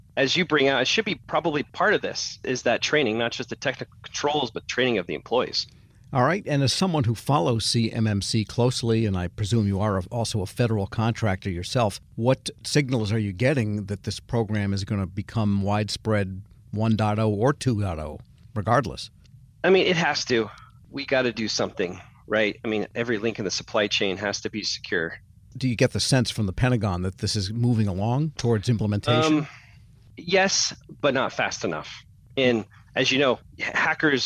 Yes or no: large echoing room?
no